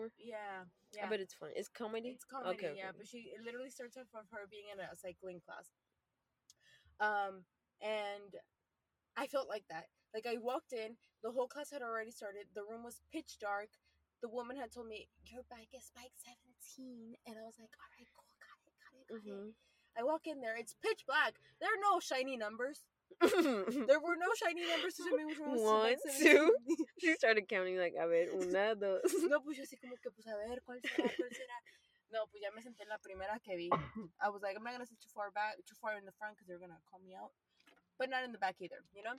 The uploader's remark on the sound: This chatty episode recorded from our car.